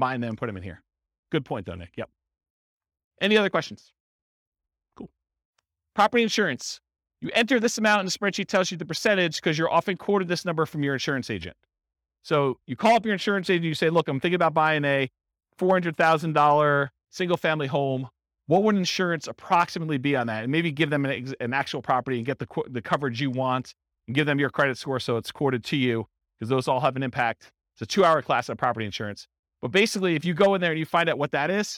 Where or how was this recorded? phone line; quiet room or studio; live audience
live audience